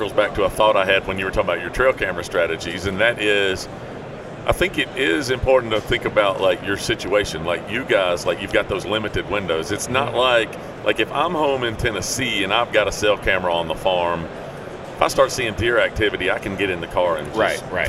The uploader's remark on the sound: at SHOT Show 2020 during the Browning Trail Cameras takeover of The Break Podcast